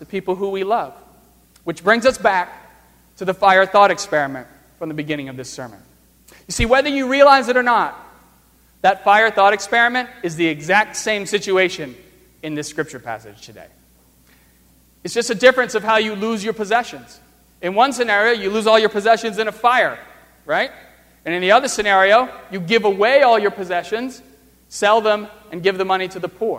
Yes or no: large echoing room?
yes